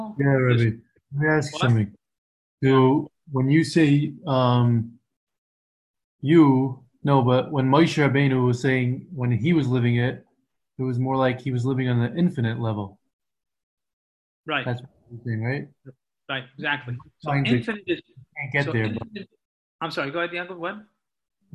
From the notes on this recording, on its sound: Live on Zoom.